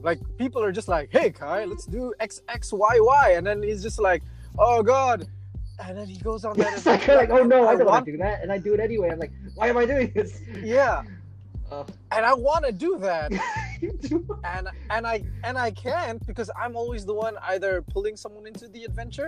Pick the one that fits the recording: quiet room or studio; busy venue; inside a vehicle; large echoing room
inside a vehicle